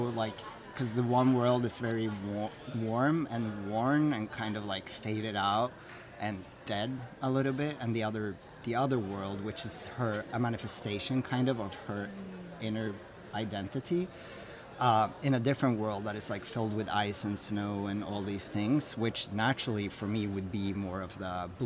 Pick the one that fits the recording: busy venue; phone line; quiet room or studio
busy venue